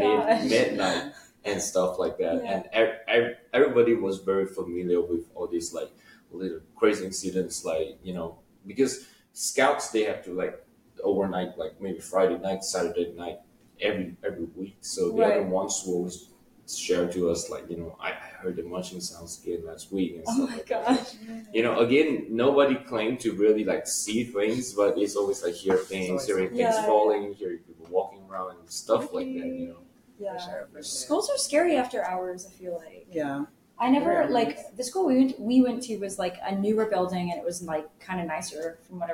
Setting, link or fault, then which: fault, poor microphone